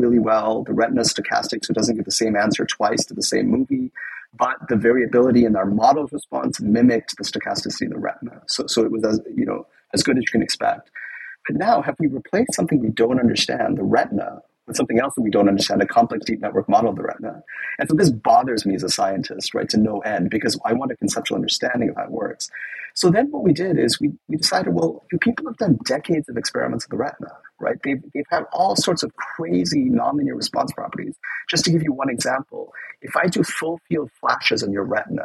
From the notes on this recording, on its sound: Note that due to technical difficulties, the audio quality of this episode may vary.